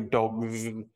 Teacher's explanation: because we have a g there before what the suffix is, we get a voiced phoneme